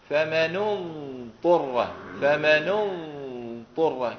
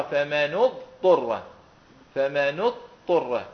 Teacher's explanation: نبي نسمع الضاد من داخل، يعني لا نريدها أن تخرج الضاد إلى رأس اللسان · Shown in: first take · فمنو فمنو طرة فمنو طرة، كأن الصوت يدخل إلى الداخل.